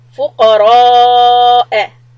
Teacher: The ra should be heavy, ra, and then a is soft.